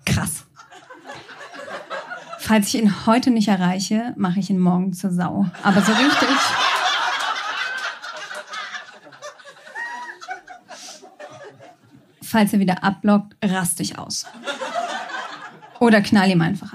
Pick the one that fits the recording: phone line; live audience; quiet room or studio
live audience